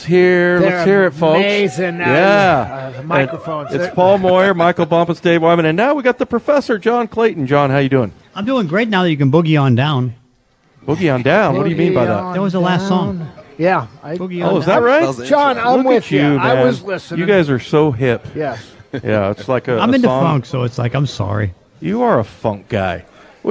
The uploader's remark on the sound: live at Snoqualmie Casino